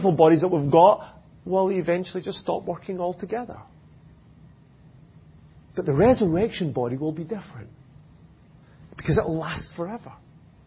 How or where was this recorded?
large echoing room